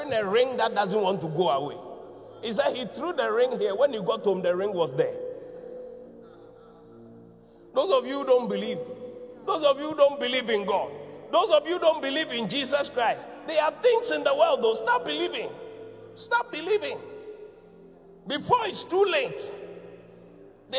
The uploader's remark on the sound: Preached at the Qodesh